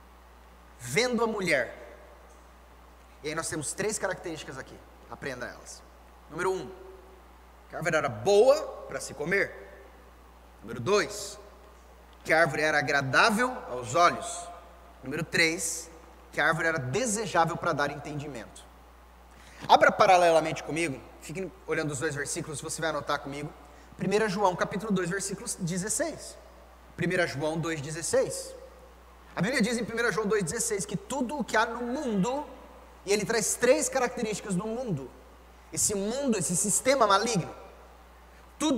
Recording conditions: large echoing room